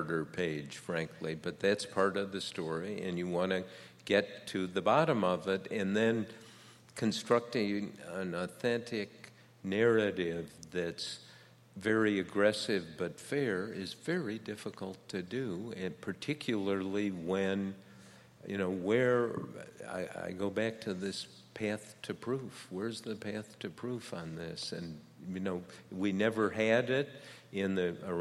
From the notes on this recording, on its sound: live on stage at Washington, DC's Warner Theatre